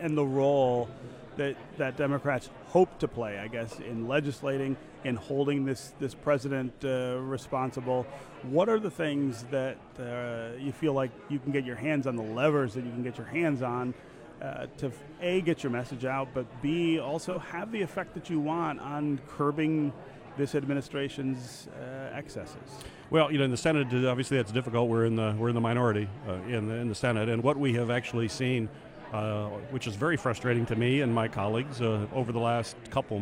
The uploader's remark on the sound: At the annual policy conference. 2019 Mackinac Policy Conference.